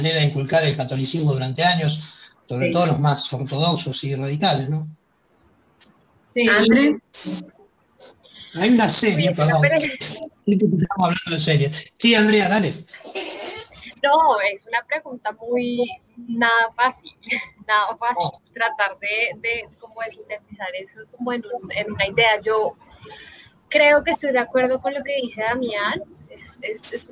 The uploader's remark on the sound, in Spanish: La hicimos usando #jitsi y con transmisión en vivo por #youtube